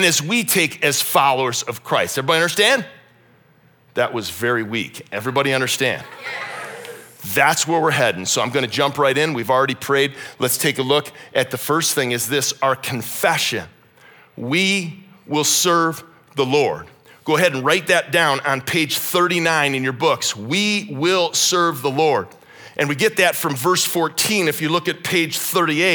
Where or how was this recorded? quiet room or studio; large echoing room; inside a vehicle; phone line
large echoing room